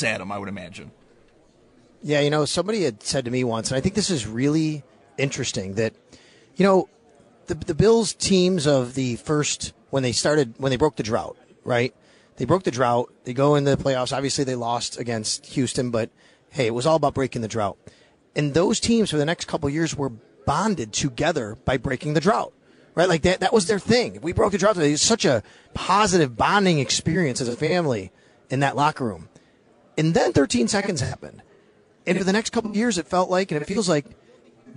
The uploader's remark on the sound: Live from the 2024 NFL Combine. Coming in live from Indianapolis.